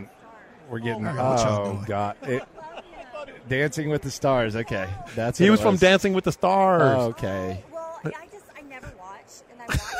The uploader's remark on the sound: The sounds from the Red Carpet last night